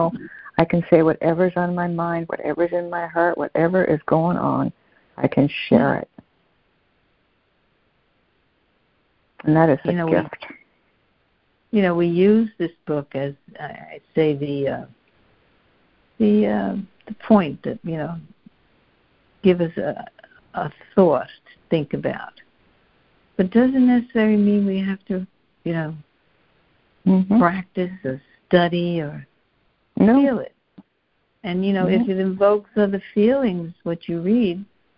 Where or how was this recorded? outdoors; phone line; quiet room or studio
phone line